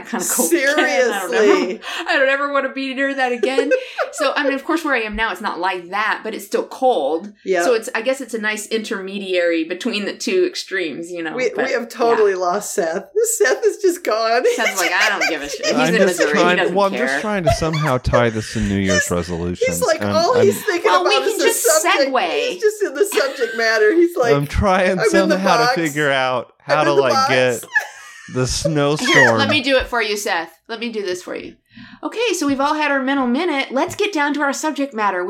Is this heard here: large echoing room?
no